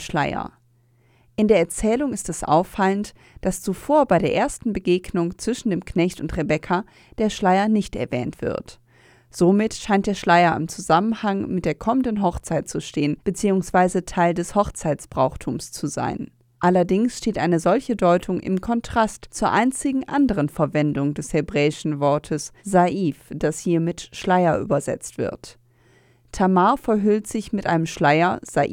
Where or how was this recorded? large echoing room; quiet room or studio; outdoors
quiet room or studio